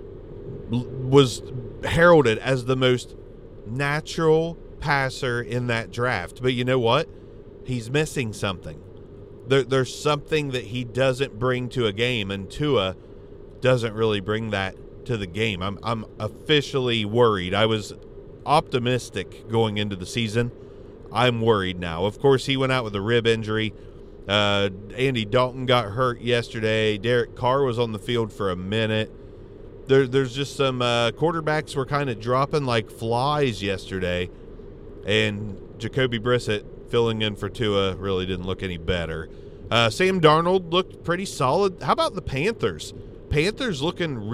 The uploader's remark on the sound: In The Car